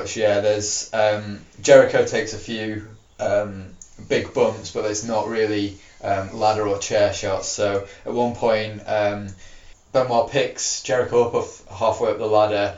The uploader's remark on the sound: apologies about the echo!